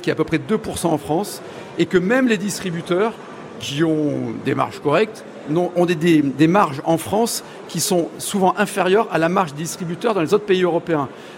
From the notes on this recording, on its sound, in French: 3eme émission en direct du salon de l'agriculture pour Ma France